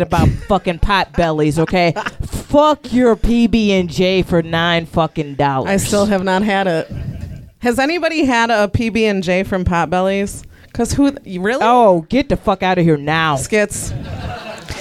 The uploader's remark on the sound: Live At Jo's. Their first live show.